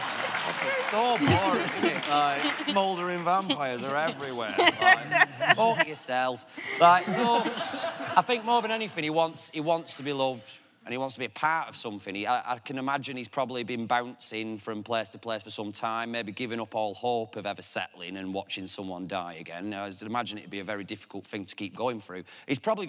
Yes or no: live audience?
yes